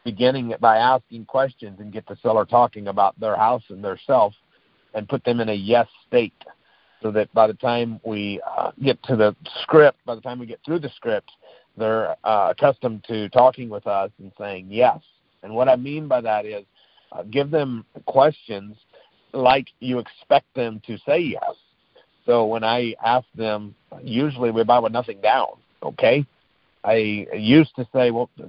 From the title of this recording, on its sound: Gold Club Q&A Call